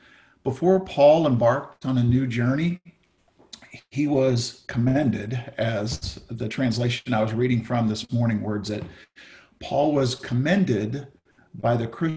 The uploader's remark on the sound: Zoom Sunday